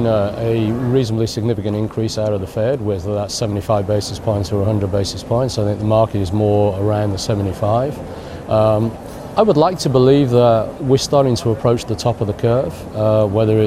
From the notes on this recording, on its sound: we are live at Web Summit in Lisbon